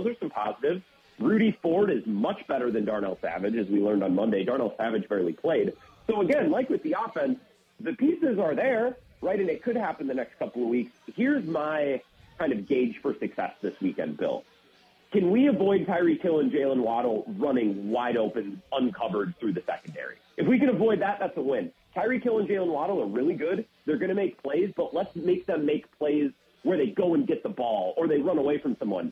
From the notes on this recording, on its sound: live from DJ's Goal Post